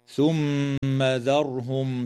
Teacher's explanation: تغن الميم في كلمة ثم